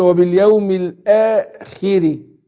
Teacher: يبقى هنا الخاء مكسورة تاخد ادنى درجات التفخيم